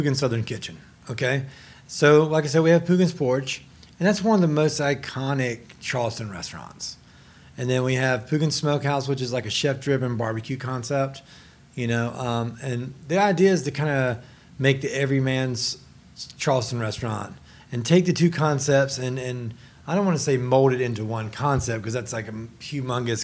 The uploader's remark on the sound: HRN On Tour was recording live at the James Beard House for a special evening.